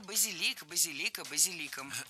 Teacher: В слове базилик ударение падает на третий слог, да там и остается